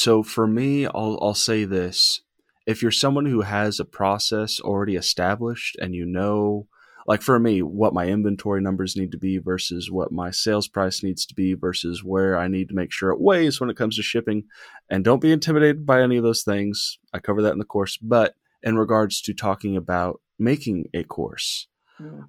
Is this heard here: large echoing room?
no